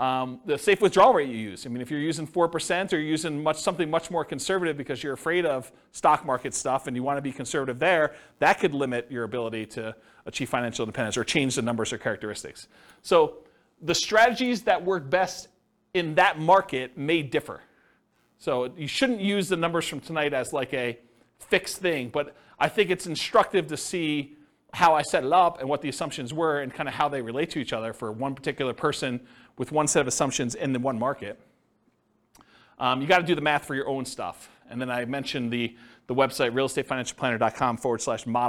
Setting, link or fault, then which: setting, live audience